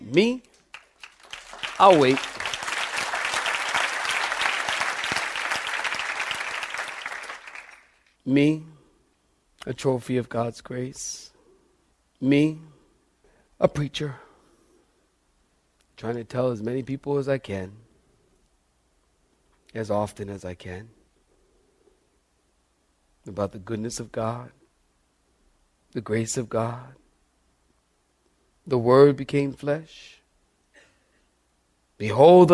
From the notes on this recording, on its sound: as delivered in Calvary Church Cary